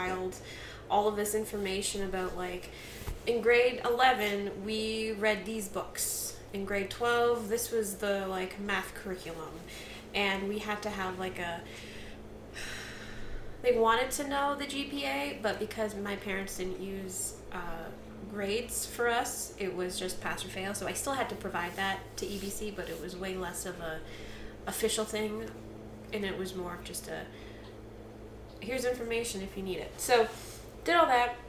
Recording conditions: sounds in the background